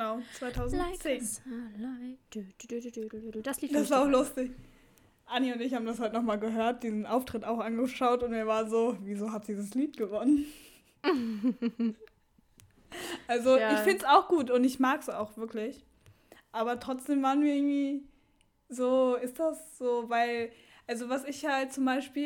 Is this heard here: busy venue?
no